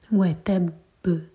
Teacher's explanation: ان میں با پر شدہ ہے اور با قلقلہ والا لیٹر ہے، تو با کو اسٹرانگ کر کے قلقلہ دے کر تب رکیں گے